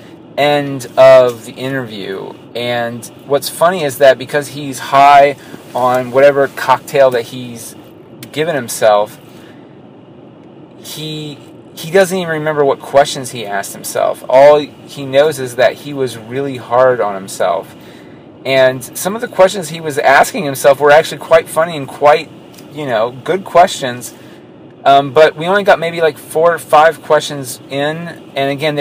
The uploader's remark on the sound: It is a live radio-show in the time of old school radio programs! Recorded Live at Packrat Comics. Packrat Comics is a fun family friendly comic shop located in the heart of Old Hilliard.